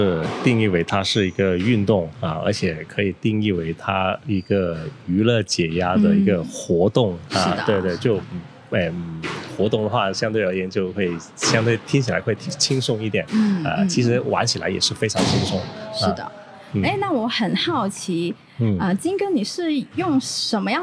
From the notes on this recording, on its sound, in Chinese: 位于佛山地区的番茄壁球会。由于本期节目为户外采访，收录时球场环境噪音较大。